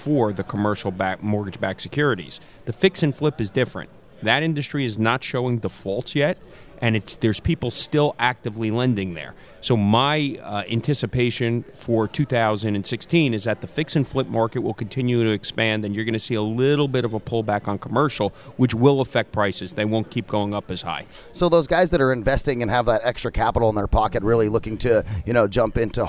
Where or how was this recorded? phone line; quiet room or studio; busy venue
busy venue